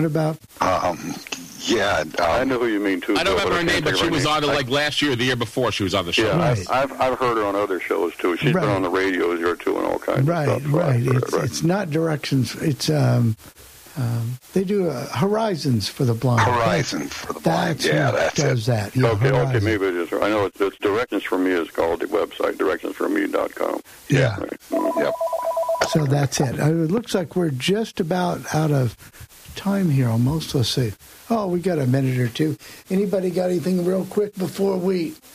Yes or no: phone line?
yes